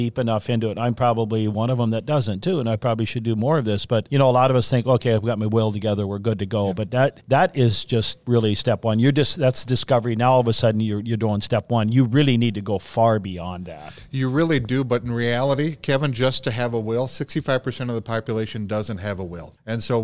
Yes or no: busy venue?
yes